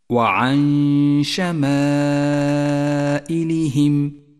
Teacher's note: المثال التالي: تأمل قوله تعالى وعن شمائلهم، حكم الإخفاء، جاءت النون الساكنة وبعدها حرف الشين، والواجب أن نخفي النون بحرف الشين مع بقاء غنة للنون زمنها حركتان